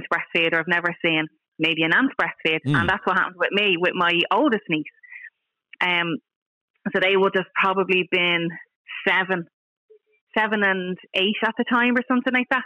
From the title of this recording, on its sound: Hangs Up On "Knuckle Dragging Cave Man" Caller Live On Air